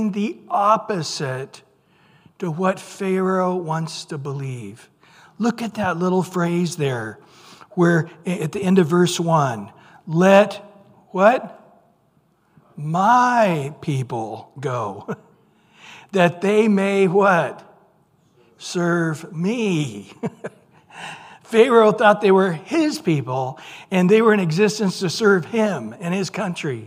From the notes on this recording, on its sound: Recorded at Calvary Chapel of Los Alamitos